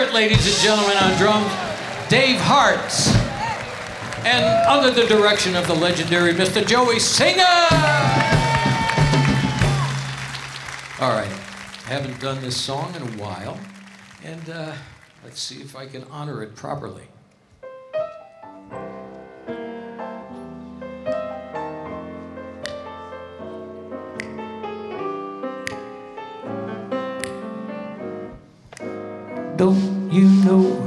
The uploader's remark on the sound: Live at the South Point Casino